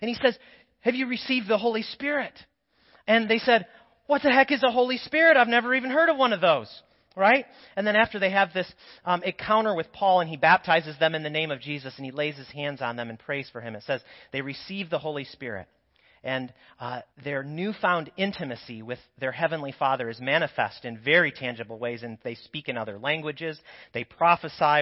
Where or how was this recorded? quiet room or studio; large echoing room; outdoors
large echoing room